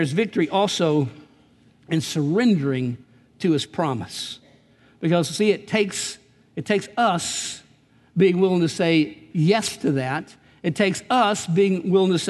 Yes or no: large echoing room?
yes